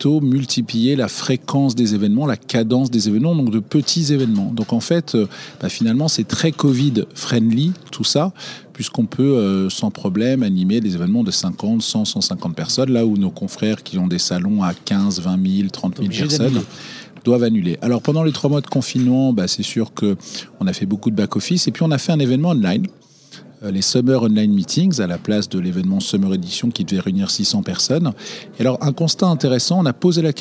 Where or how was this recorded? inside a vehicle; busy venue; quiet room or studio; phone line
busy venue